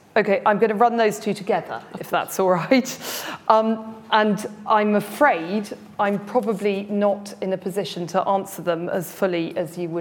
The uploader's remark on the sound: Following her speech the Attorney General took part in a Q&A with the in-person and online audience.